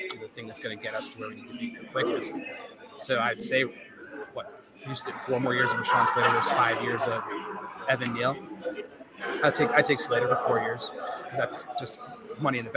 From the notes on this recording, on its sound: This week we cast live from the Wilson flagship store in SoHo for the 2022 NFL draft.